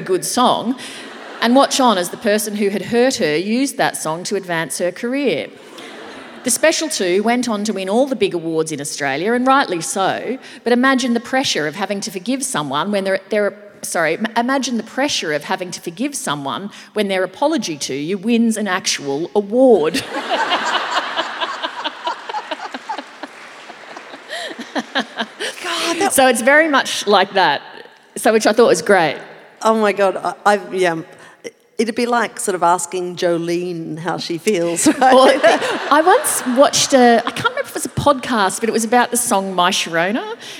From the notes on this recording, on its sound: perform live on stage